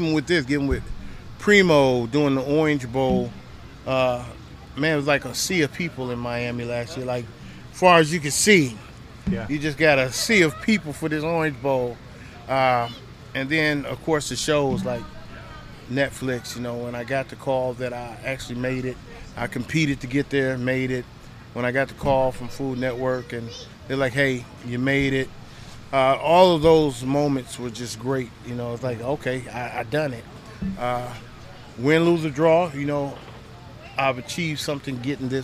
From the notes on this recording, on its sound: Once again we are live from the Primo BBQ Bash in Poplar Bluff